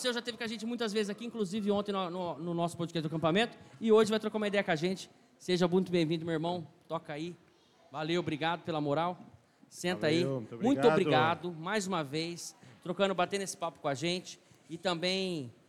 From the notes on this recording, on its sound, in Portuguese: Documentário - Acampamento 2024. Acampamento 2024 da IPB de Rio Preto. Uma gravação (documentário) fora do estúdio e dentro do ambiente de acampamento da chácara da Igreja Presbiteriana de São José do Rio Preto-SP. Foi uma experiência muito edificante, nova e interessante tendo vários participantes convidados e pessoas diretamente envolvidas na organização do acampamento-2024.